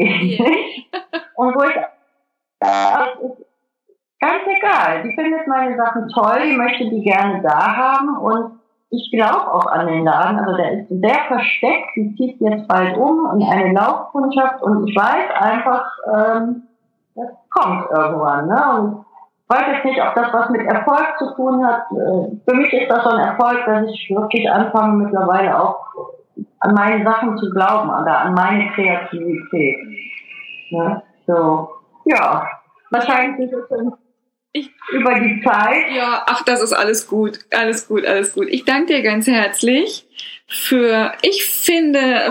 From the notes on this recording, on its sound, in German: Per Skype interviewt.